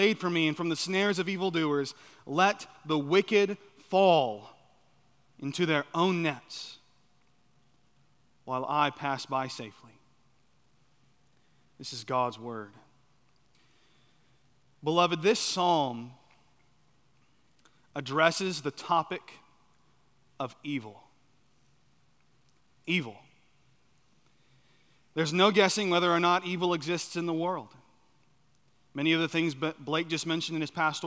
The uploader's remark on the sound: at Chaffee Crossing Baptist Church in Barling, AR.